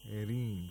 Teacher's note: The ra of ممترين is pronounced with ترقيق because it has a ياء المد. Okay? So whenever ra has a kasra or ياء المد، it's pronounced with ترقيق، which means thinness.